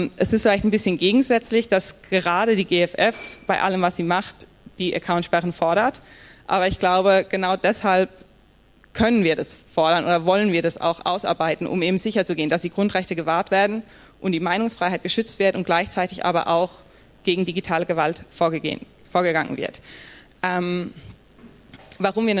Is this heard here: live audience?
yes